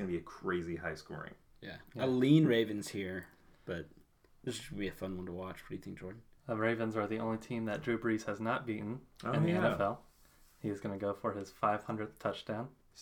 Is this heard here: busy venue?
no